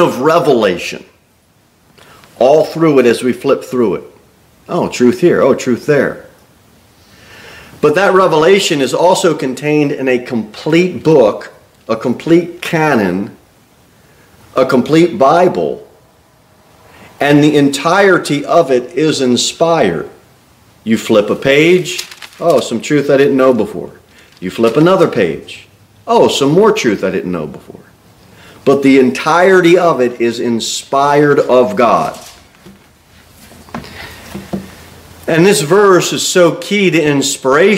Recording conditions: large echoing room